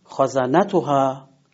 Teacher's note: پس حرف سوم که تکیه میگیره میشه نون خازنتها